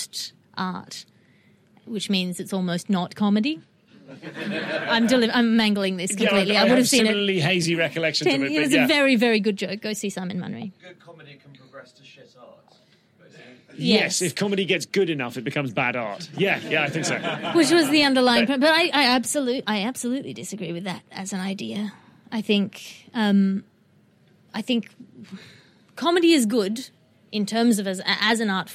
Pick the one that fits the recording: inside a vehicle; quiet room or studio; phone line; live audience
live audience